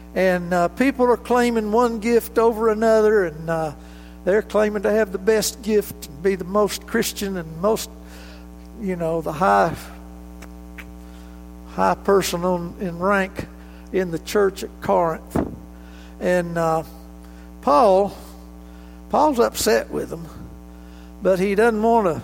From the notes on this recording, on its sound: This recording of highlights from the January 20, 2019 worship service.